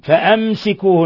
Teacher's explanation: ميم ساكنة جاء بعدها السين إظهار شفوي